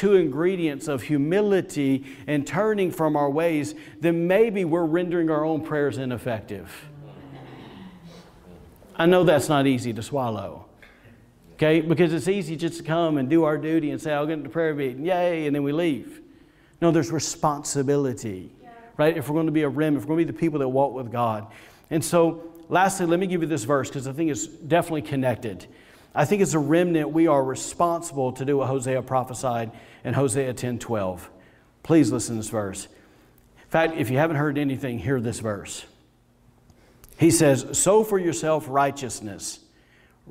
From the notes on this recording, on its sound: was recorded on Sunday, January 10th, 2021, during service at The Anchor Church in Rockport, Maine